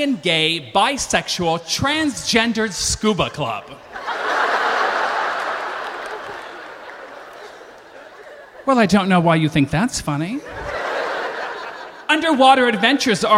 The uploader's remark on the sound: Lights up Snap LIVE in LA.